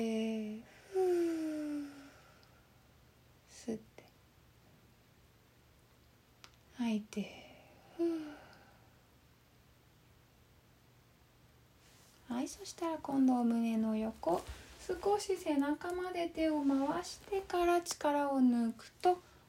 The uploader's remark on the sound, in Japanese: 4/29〜5/8 の22時におこなったインスタライブの録音です。